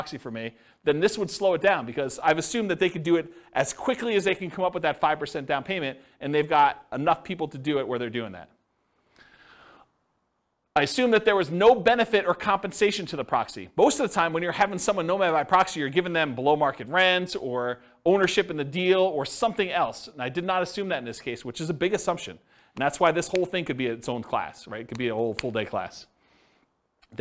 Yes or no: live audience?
yes